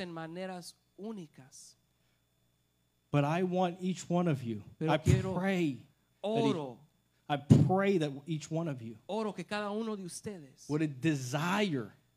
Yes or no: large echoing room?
yes